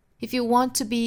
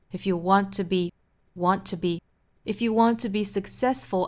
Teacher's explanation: 这个 want 尾部同样是省掉的